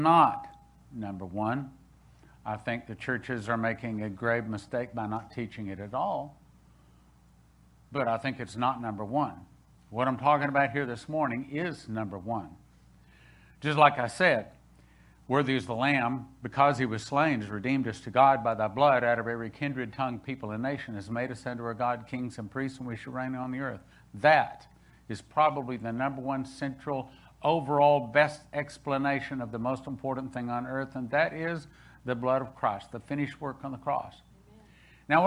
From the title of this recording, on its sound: Spirit of Prophecy Church - Sunday Service 06/20/2021 - Audio